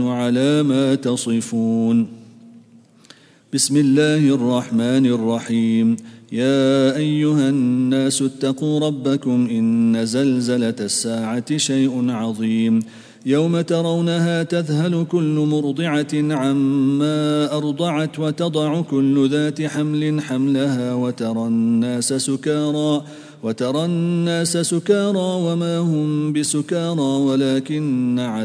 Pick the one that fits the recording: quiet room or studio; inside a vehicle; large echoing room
large echoing room